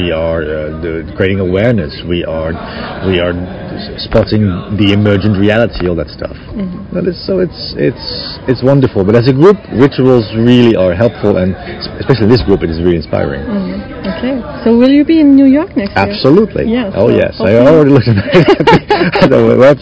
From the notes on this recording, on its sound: Here are the key questions in the interviews, recorded live at the 2018 AIN Conference in Paris.